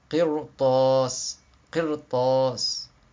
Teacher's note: Comme les lettres de l'istila, elles sont emphatisées. Donc c'est ce qui pousse à faire le ra emphatique. C'est la lettre qui suit en fait.